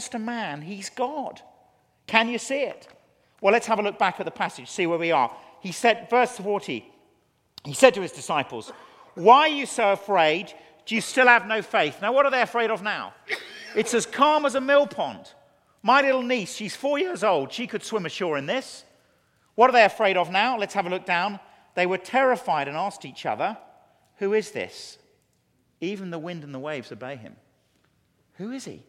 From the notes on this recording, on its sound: Teaches a Keynote Session at FG11.